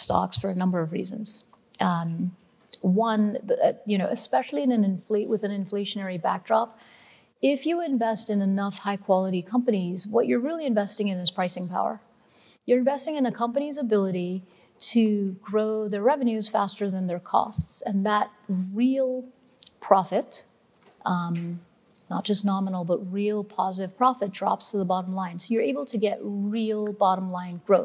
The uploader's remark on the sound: On May 11, Fidelity Investments Canada hosted FOCUS2023, a daylong event for advisors. Sessions ran both onstage in Vancouver to a live audience, and from our Toronto studio for a crowd of thousands more online.